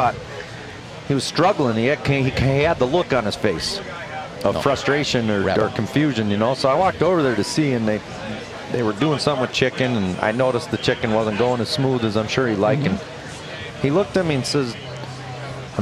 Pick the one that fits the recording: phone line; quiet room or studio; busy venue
busy venue